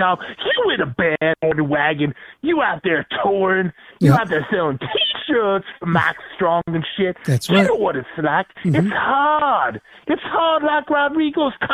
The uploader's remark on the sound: This was an unexpected call in from the infamous man himself. Our live broadcast of the Maximum Threshold Radio Show.